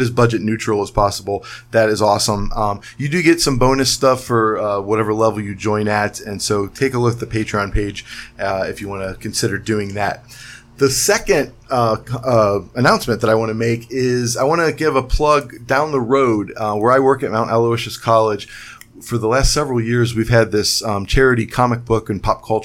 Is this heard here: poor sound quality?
no